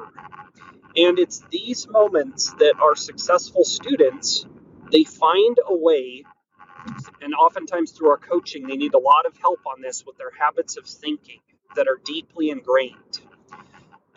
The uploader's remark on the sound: Sorry about the background noise.